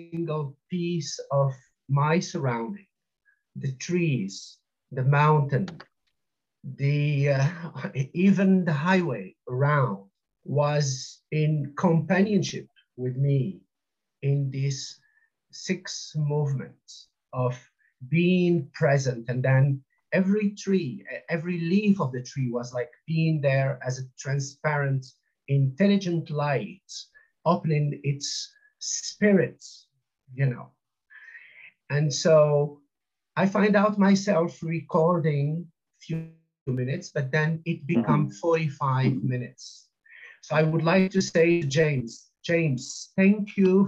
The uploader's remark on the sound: UK 30 Day Miracle Challenge Zoom Call. Audio from the discussion of day one of the 30 Day Miracle Challenge Zoom call in the U.K.